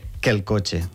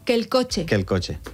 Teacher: són dos vocals que són iguals, aleshores ens mengem una